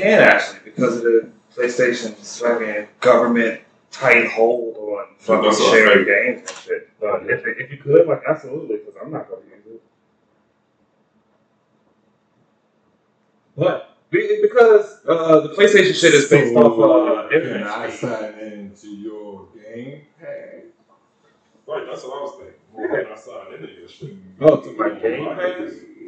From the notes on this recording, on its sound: Sorry for the poor mic quality here